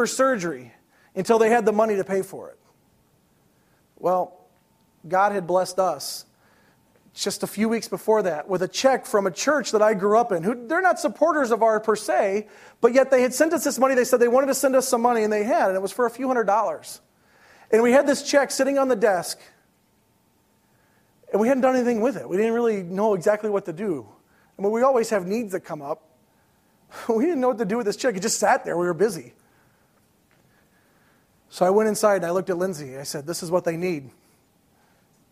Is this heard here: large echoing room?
yes